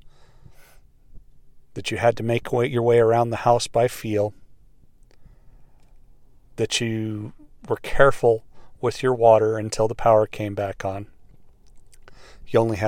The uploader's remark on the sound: It was another beautiful night in my truck waiting for practice to get over.